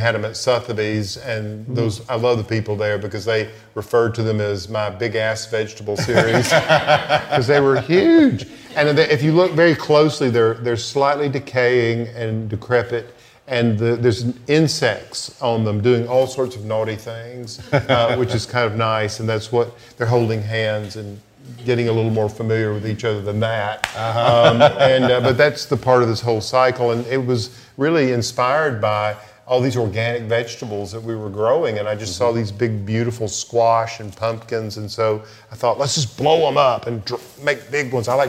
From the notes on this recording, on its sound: Live from Crystal Bridges. This podcast was filmed in front of a live audience in one of the museum’s many glass reflection areas, highlighting the natural surroundings, as well as the art and architecture.